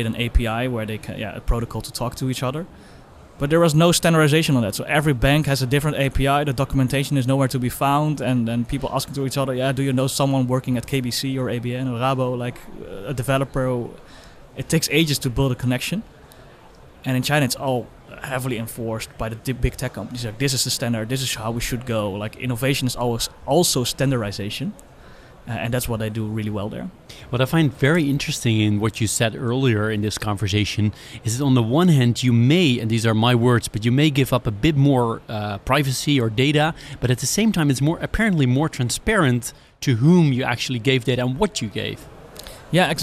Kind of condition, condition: setting, busy venue